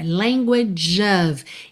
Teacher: esse último G de language, ele soa um pouco como um DJ